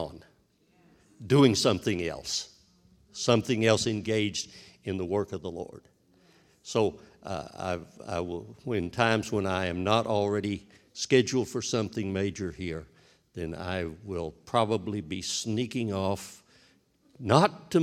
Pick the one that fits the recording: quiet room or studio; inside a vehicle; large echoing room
large echoing room